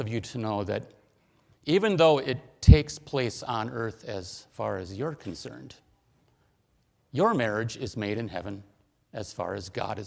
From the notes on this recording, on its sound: Preached at: Berea Lutheran Church, Inver Grove Heights, MN